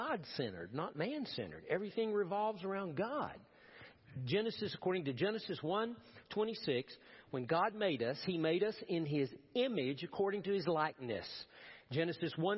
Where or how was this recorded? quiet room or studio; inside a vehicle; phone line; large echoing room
large echoing room